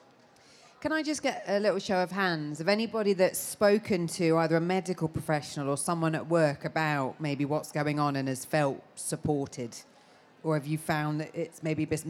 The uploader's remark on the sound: The Fertility Show Special from the Let's Talk Stage